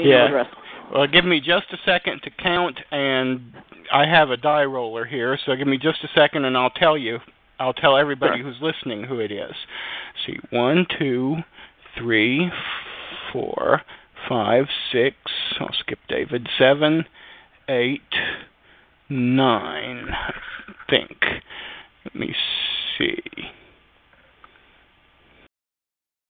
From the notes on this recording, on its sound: Live interview. Will phone.